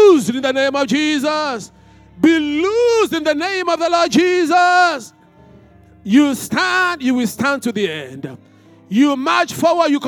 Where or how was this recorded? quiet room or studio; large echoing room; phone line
large echoing room